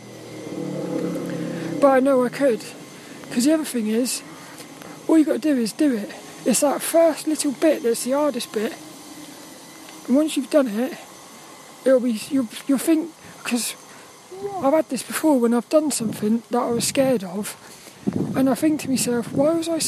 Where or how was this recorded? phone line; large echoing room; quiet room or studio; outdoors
outdoors